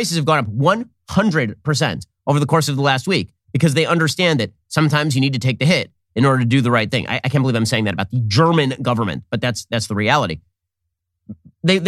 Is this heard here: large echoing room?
no